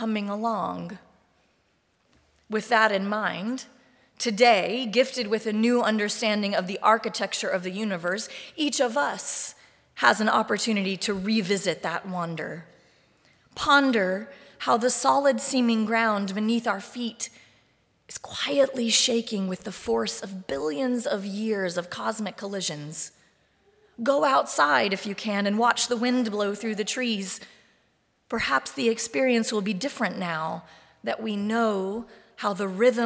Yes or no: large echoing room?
yes